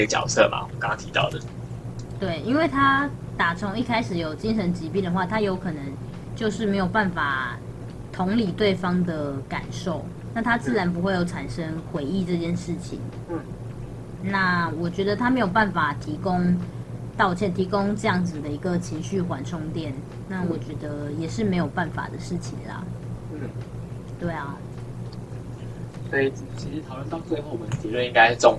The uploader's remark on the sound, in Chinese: 首次嘗試遠距離錄音，音質比我們想像中的慘烈